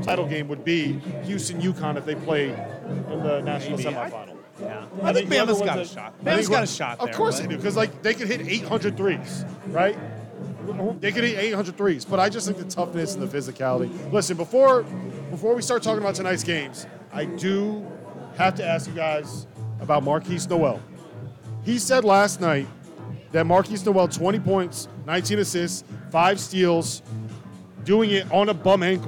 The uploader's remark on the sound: live from Stadium Swim in Las Vegas!